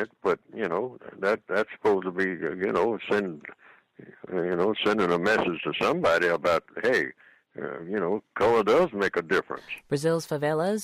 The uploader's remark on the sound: The C.O.W.S. Compensatory Call-In. We encourage non-white listeners to dial.